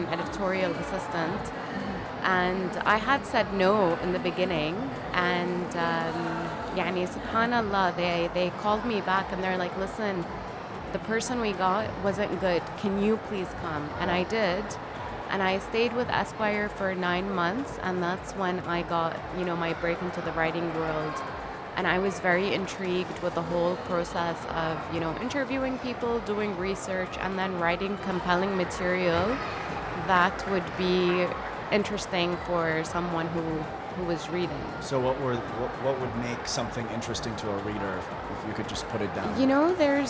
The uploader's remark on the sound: Live interview from SIBF 2022.